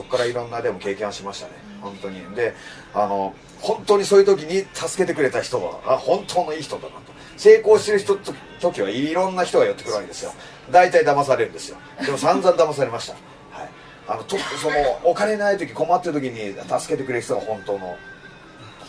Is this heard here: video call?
no